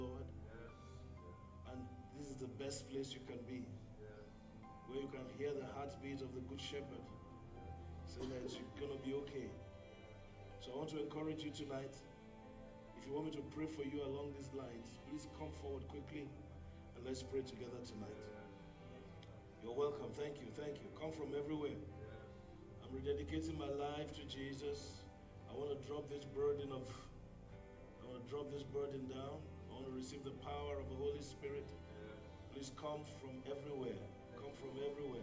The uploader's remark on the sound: Brazos Valley Cowboy Church Ministration. Message preached at Brazos Valley Cowboy Church, Texas USA.